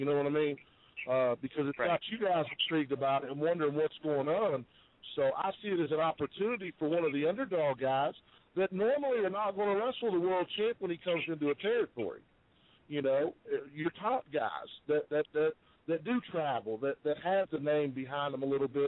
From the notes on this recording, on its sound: We got a phone call